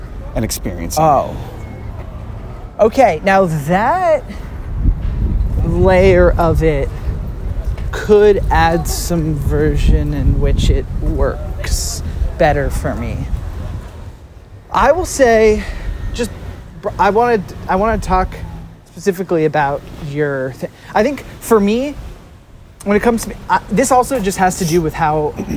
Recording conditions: wind noise